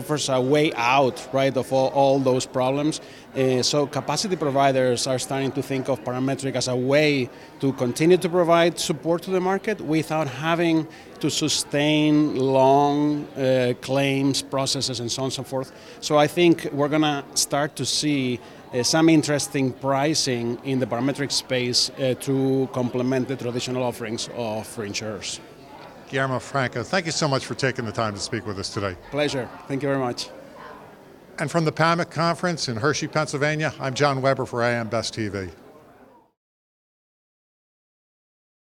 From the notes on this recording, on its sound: at the Pennsylvania Association of Mutual Insurance Companies' annual conference, held in Hershey, Pennsylvania